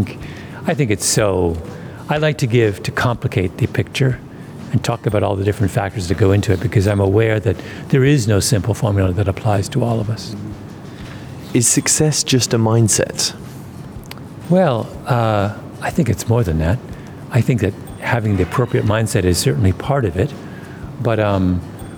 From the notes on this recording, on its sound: Live from SIBF 2023. At the 42nd edition of the Sharjah International Book Fair.